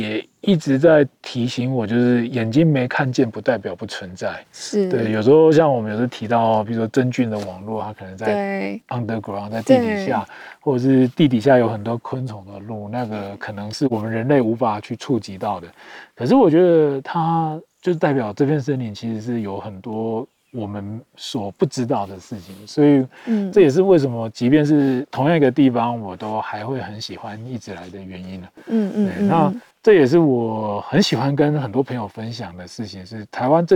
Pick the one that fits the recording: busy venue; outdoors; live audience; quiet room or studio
outdoors